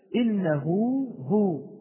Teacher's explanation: إنه هو تحولت هذه الهاء إلى هاء وواو، أو هذه الضمة، هذه الضمة التي على الهاء تحولت إلى واو فعلا. · Term: مد الصلة